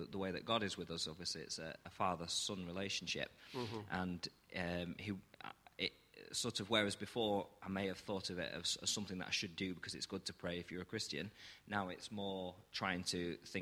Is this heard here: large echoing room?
yes